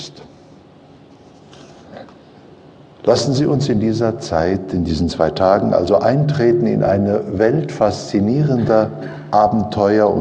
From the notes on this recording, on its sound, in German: Dieser Live-Mitschnitt ist nicht mit einer Studio-Qualität gleichzusetzen und gerade das macht ihn so einzigartig - natürlich, sympathisch, unverfälscht - Hintergrundgeräusche machen das Seminar lebendig und zu etwas Einzigartigem.